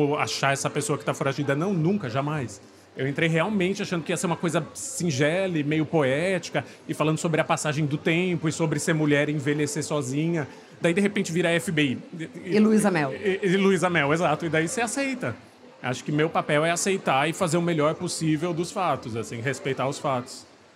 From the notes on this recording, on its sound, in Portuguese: Na gravação ao vivo do stand do Submarino na Bienal do Livro